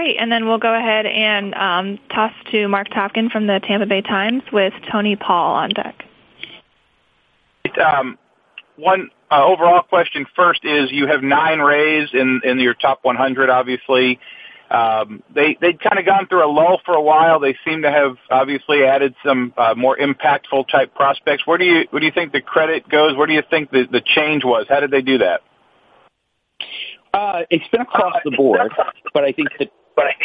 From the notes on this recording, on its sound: Conference Call.